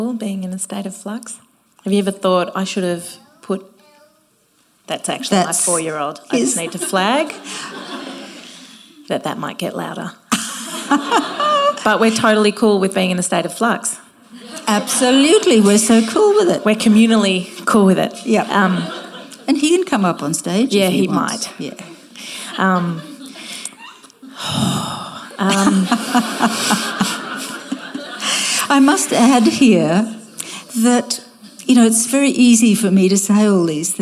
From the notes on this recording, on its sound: Sat down in front of a live audience at The School of Life. Thank you to the School of Life for co-hosting this event with us.